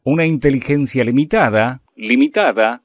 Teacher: De hecho, hay una pausa, una coma, pero como continuamos hablando sobre el mismo tema, sobre el mismo concepto, la entonación es hacia arriba, dándole seguimiento a lo que es la idea